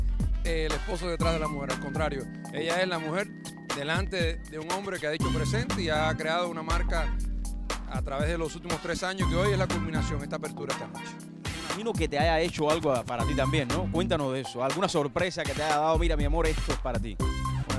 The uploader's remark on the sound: ON THE STREET